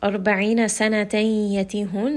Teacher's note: this is going to be a idgham with ghunna. We are merging them together. I see that there is that sign of tanween and the next letter is a ya.